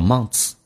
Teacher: 这个咬舌音后面加个 s 的话，那么老外不会说成 months，他会说成 t 加个 s